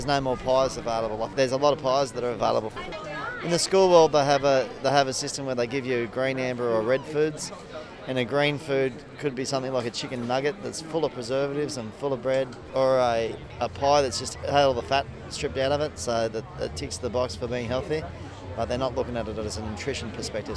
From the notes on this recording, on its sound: Lismore hosted it's inaugural Eat The Street food festival extravaganza on a perfect Shire Day so of course I had to take my microphone.